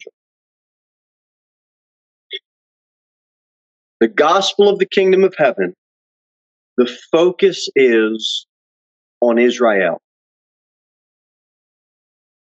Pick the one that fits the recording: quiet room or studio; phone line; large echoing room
large echoing room